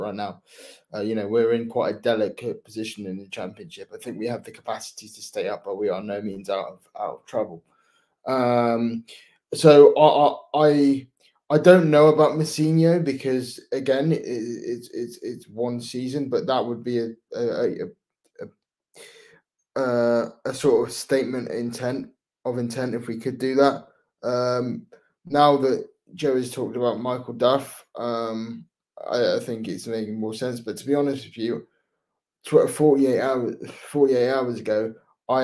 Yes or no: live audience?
no